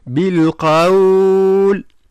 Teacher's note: ثم لفظة بالقول إذا كان وقفنا عليها يولي فيها مد، يعني يسمى مد اللين